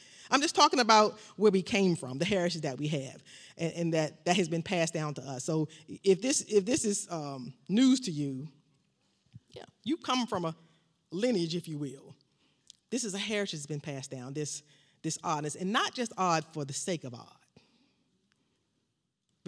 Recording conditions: large echoing room